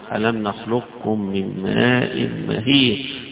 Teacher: مدغمة لكل القراء هنا، ألم نخلقكم من ماء مهين، فإذا قرأت يبقى كأن حرف الاستعلاء القاف التفخيم بتاعها بيروح في الكاف